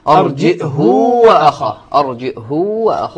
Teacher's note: ابن كثير وهشام يقرآن بالهمز الساكن مع ضم الهاء وإشباعها